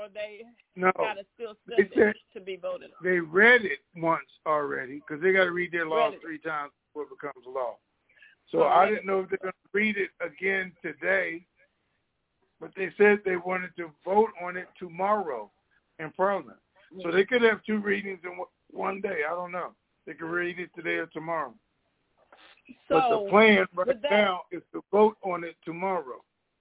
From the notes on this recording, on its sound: TNTSuperfantastic Conference Call